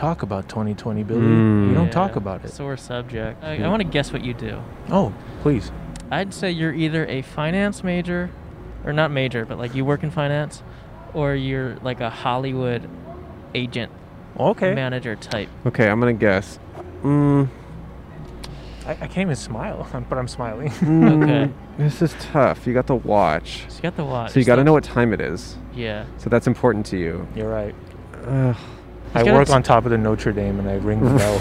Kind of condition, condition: setting, outdoors